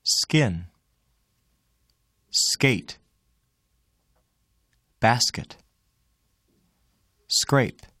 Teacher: When k occurs just after the sound s, there is no puff of air.